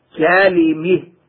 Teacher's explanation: والكسائي يميل ما قبل الهاء وقفا